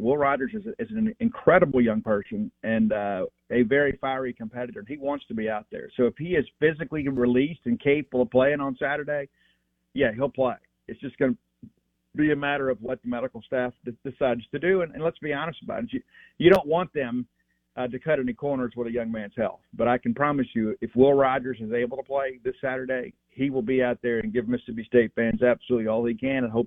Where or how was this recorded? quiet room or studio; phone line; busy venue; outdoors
phone line